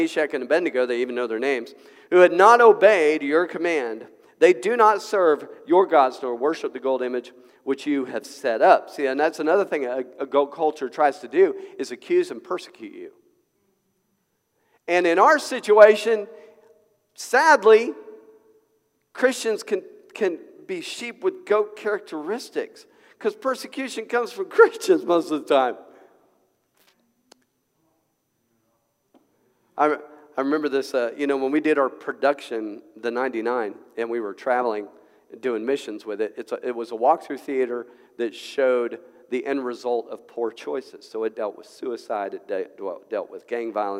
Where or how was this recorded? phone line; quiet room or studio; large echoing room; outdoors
large echoing room